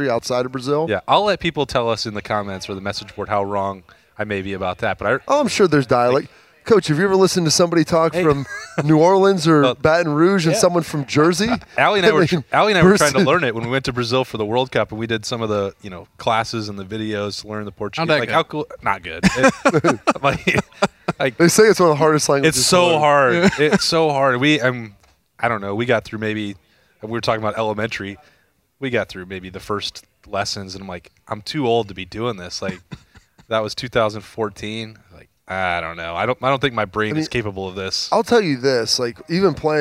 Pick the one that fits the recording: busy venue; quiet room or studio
busy venue